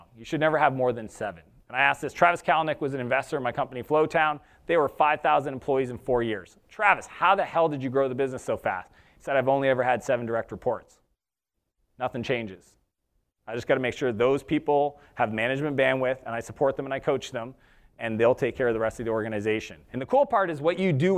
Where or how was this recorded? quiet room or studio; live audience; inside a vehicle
live audience